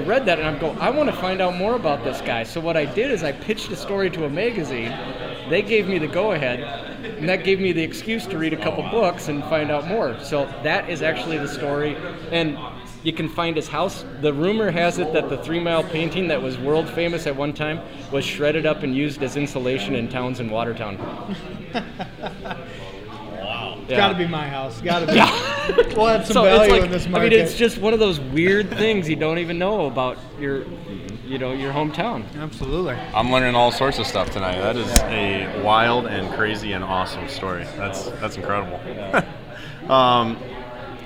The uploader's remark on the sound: Live At Labbie's Sports Bar & Grill